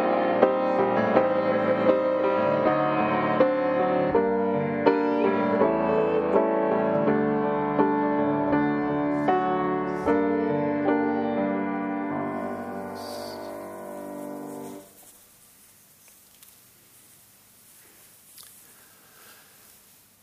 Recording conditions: large echoing room